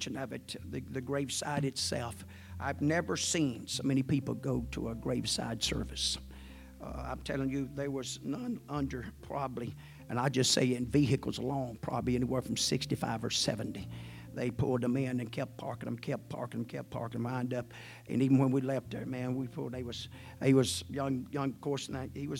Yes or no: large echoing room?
yes